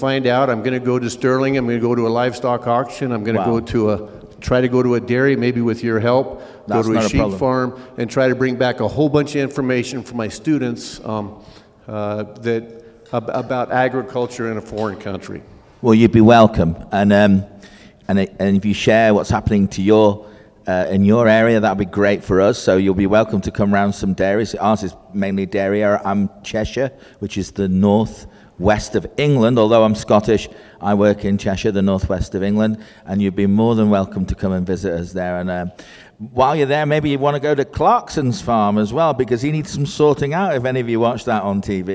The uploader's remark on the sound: The final live broadcast from Across the Pond Tour in Brush, CO.